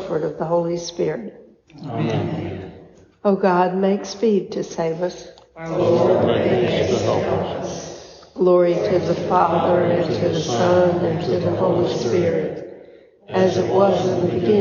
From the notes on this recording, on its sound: A recording of the Vespers service at Christ Episcopal Church (Valdosta, Georgia)